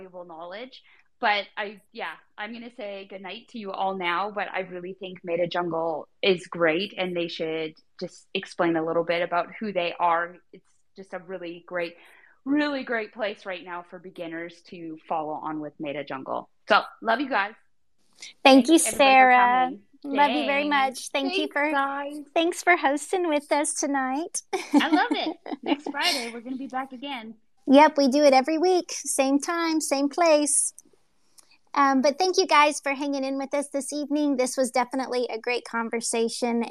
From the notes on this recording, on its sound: This episode is the recording of a Twitter space held on the MetaJungle Twitter on February 18, 2022.